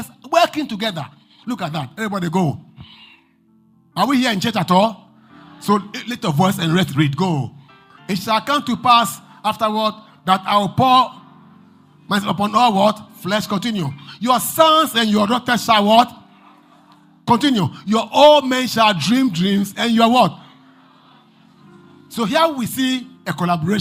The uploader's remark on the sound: Preached at LCC Goshen